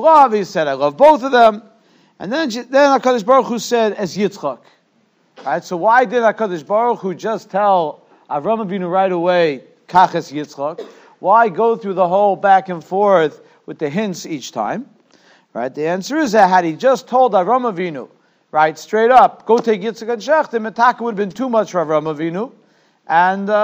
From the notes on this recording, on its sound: Shiur recorded in Yeshivas Ohr Reuven, Monsey, NY.